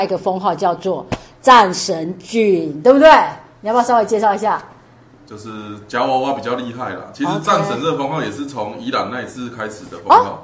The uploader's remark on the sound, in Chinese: 此外，還有錄音時，已經嚴重「失聲」的活動主責人，。因活動期間，錄音空間與設備相對簡單，聲音品質欠佳。